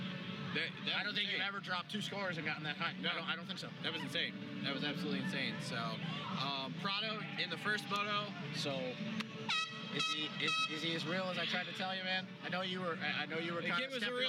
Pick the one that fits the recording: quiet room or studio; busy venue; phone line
busy venue